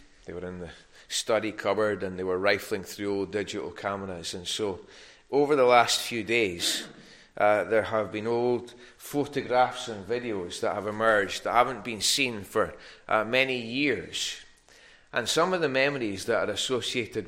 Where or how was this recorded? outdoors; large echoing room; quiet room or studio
large echoing room